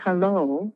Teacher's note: It's on this long syllable, the long vowel in hello, on the low, and the hell is reduced. So it has to do with duration.